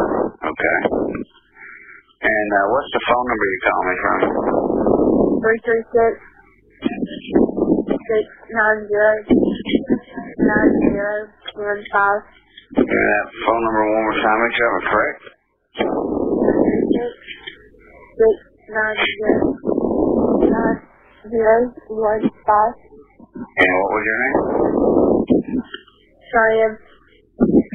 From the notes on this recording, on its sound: A recording of the 911 call reporting a disturbance and at least one shot fired before deputies were dispatched to Oak Grove Church Road near Liberty late May 2.